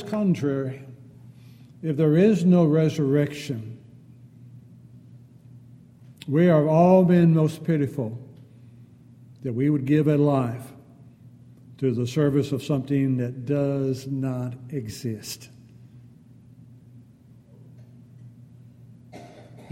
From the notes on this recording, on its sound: Downtown Church Of Christ Audio Sermon